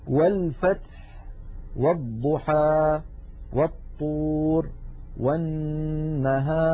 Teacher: نجد بأن همزة الوسط سقطت لأنها قد سبقت بحرف فصارت في درج الكلام